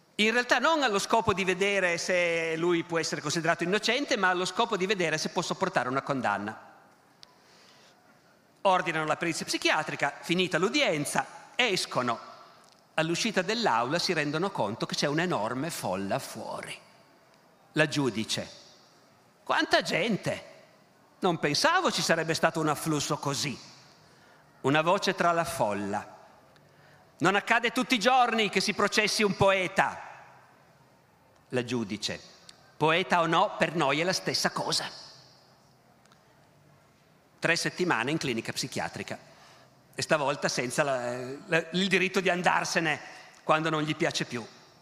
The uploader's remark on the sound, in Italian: Evento organizzato dal Festival della Mente a Sarzana